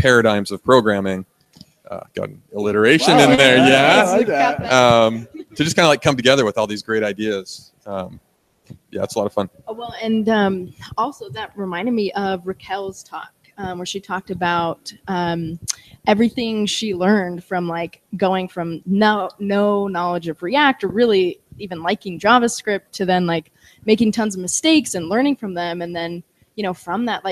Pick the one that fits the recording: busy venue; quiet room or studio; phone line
busy venue